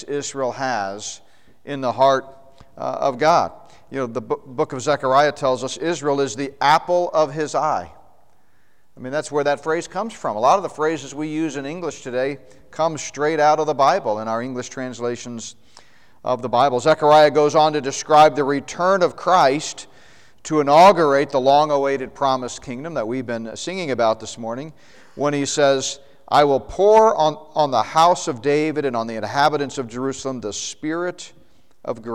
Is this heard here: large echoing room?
yes